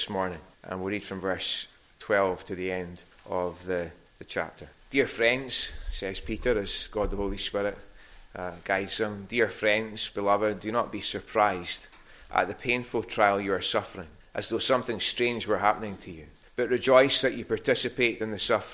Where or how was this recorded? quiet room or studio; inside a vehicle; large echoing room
large echoing room